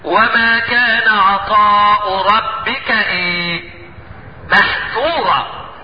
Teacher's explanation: يجب ترقيق الذال وما تنسوش دي. ويجب يعني الانفتاح اللي فيه علشان تتميز عن الظاء. · Term: انفتاح الذال